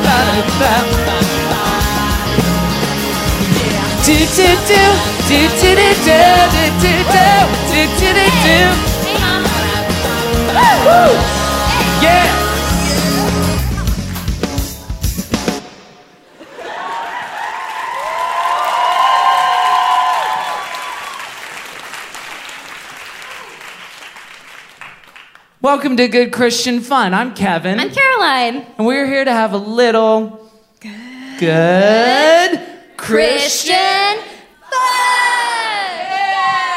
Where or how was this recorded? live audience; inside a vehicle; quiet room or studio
live audience